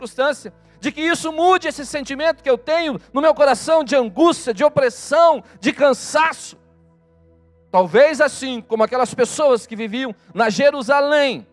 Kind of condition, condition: setting, large echoing room